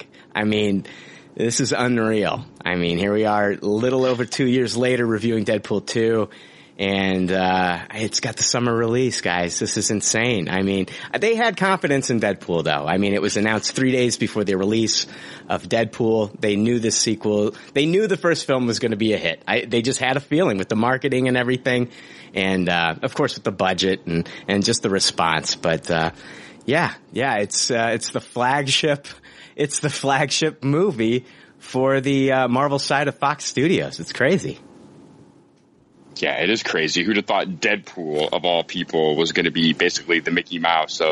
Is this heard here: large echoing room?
no